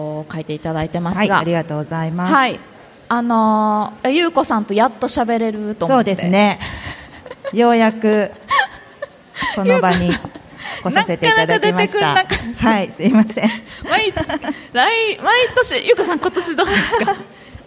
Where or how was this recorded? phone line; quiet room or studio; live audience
live audience